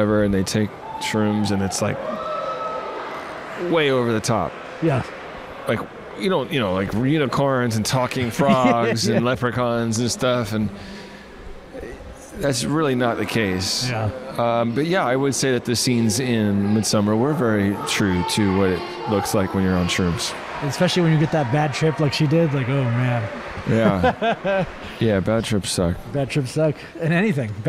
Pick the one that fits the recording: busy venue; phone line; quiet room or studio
busy venue